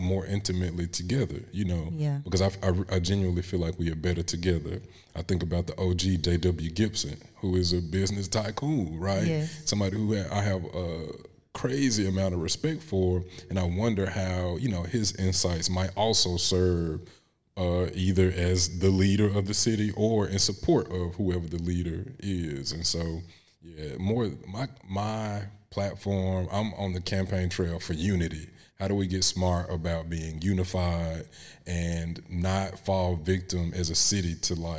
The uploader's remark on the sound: Recorded live at Cossitt Library.